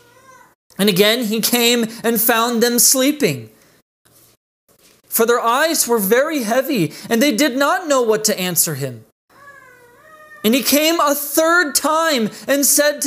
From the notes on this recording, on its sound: This message was delivered on August 30th, 2020 at Redeemer Community Church.